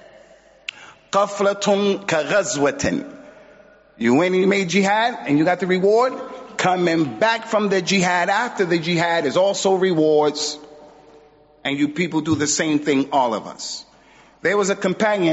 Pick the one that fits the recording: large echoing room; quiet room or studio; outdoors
large echoing room